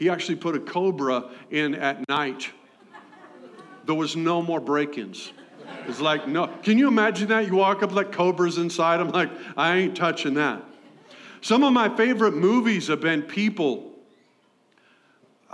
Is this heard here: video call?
no